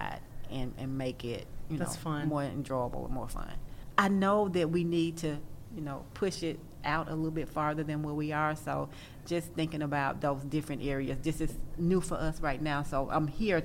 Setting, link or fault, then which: setting, busy venue